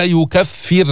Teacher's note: ليش رققنا الراء؟ يكفر لأنه سكنت وقبلها مكسور